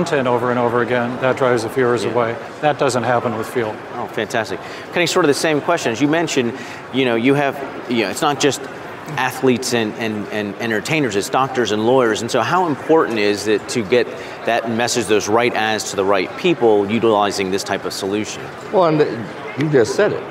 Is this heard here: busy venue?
yes